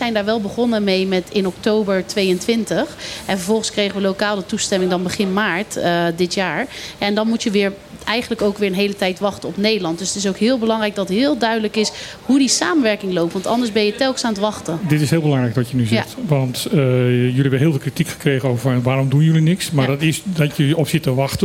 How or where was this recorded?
busy venue